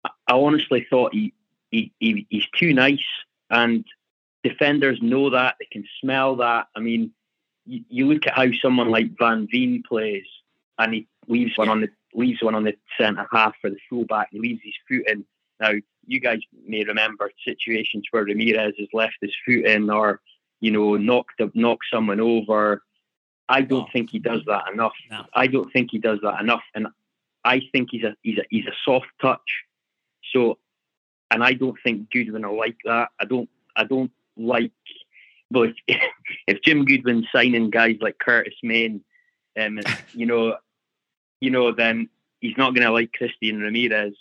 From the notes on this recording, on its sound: inaugural ABZFP Phone-In, as we throw open the hotlines